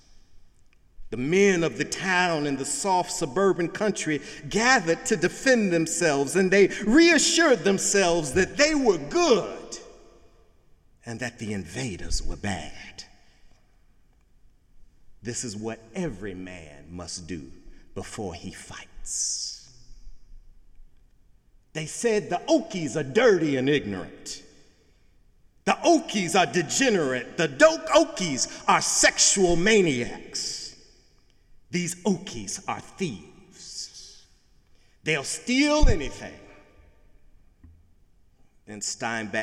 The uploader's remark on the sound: Sunday sermon September 3, 2017 in the Memorial Church of Harvard University